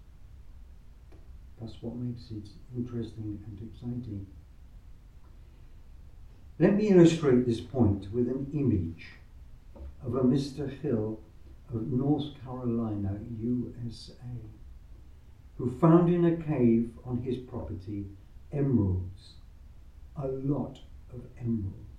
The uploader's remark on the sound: Recorded live at Southgate House on 2 August 2023.